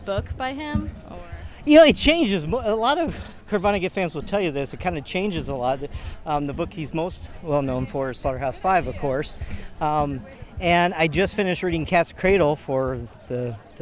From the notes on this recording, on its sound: Public opinion polls in the streets of Bloomington produced by WFHB’s Youth Radio.